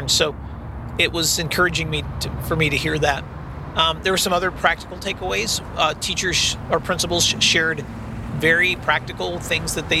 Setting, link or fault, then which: setting, inside a vehicle